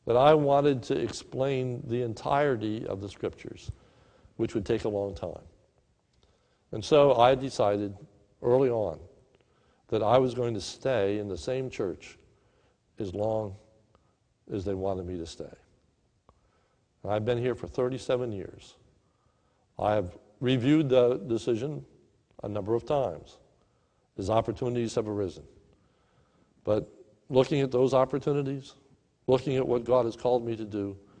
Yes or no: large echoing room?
yes